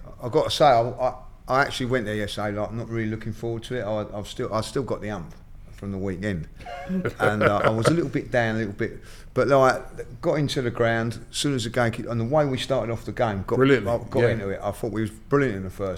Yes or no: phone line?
no